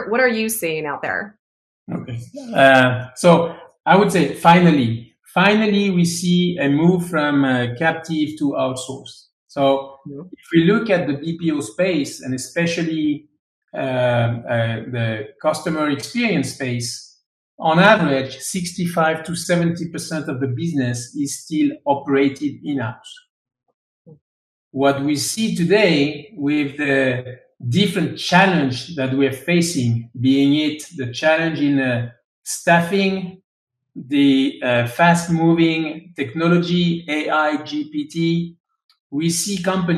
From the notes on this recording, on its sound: LinkedIn Live discussion